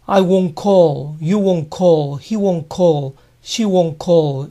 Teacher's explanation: Para recordarlo, les aconsejo que recuerden que es parecido a don't, en donde la D se reemplaza por una W, won't. La T final no se suele pronunciar cuando won't le sigue una palabra.